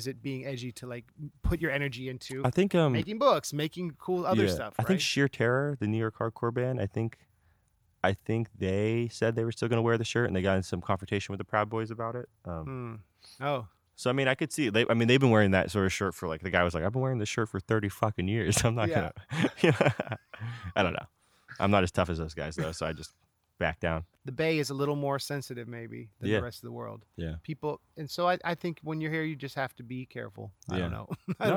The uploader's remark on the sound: Recorded in his backyard in Pacifica.